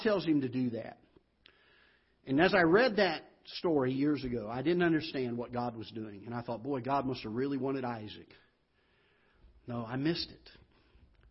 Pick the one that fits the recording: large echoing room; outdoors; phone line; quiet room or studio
large echoing room